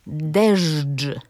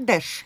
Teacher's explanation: Otóż, jeśli chodzi o tę formę dżdżu, mamy tu dawną, czyli odnotowaną w tekstach w XV i XVI wieku, formę dopełniacza rzeczownika, który brzmiał deżdż. Mówię to nienaturalnie, bo chcę, żeby państwo usłyszeli, że tam były spółgłoski dźwięczne ż i dż. · Shown in: first take · Ale ostał się deszcz, czyli bezdźwięczny.